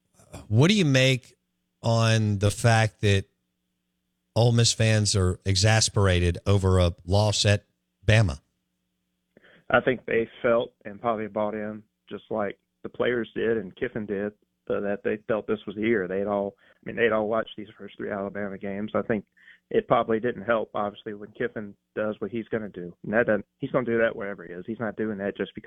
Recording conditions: phone line